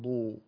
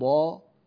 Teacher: ضو أقل تفخيما من ض